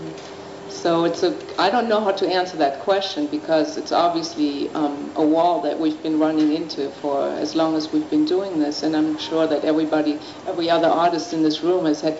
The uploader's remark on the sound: This program is part one of the Art Panel presentation for the Palenque Norte lectures at the 2006 Burning Man festival.